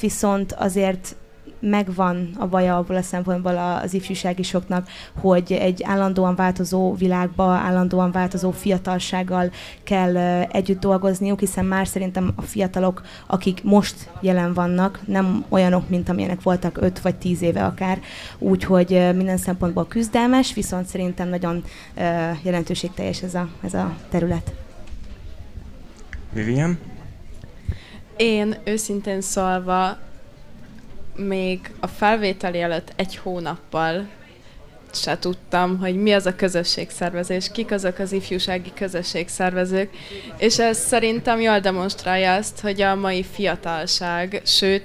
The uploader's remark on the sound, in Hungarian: A felvétel a fesztiválon készült, így hanghibákat tartalmaz.